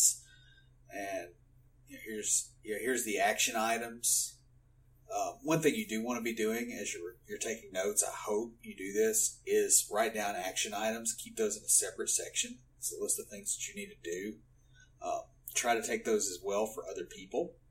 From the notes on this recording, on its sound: We had some issues with our recording for this episode. Please bare with us as we are learning to use the recording and editing equipment.